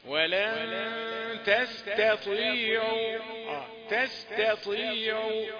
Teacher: التاء خد جزء من التفخيم لانها لمجاورتها للطاء